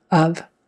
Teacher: make sure that's a short U, and a V, even though it's spelled with an F, it's a V, of.